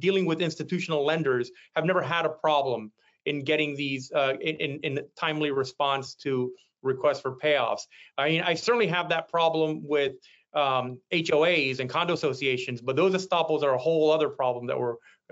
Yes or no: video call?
yes